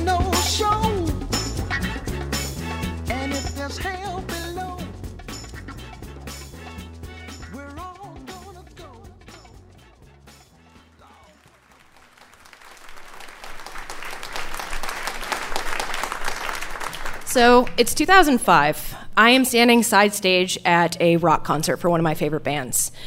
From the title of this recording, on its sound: Live From Pittsburgh